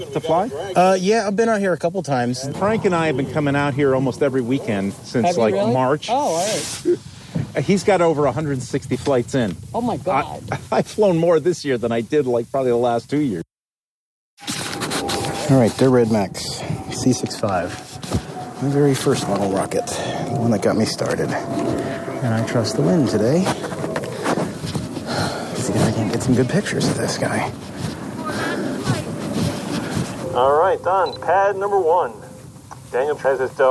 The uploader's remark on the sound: I took a recorder along to almost every launch I went. Eventually, I made it out to some casual, 2-3 person launches.